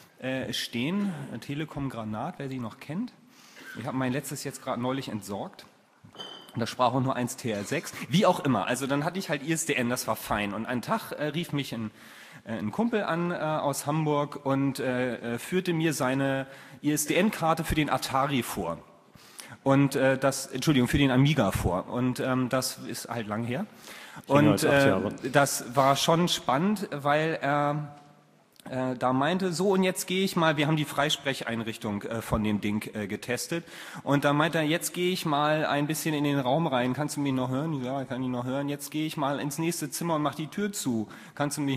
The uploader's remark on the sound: Moderated Audience Discussion